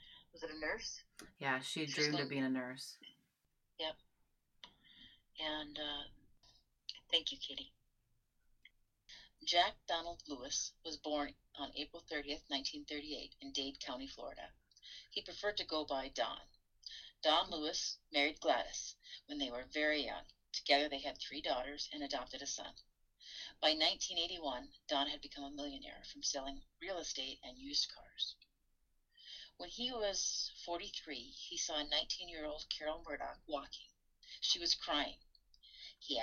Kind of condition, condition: fault, poor sound quality